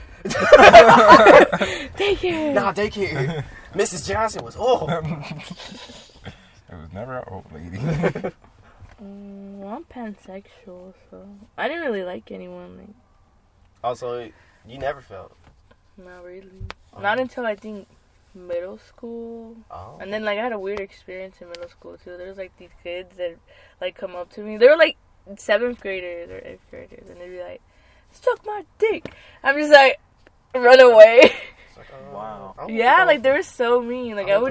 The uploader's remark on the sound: joins the boys in the car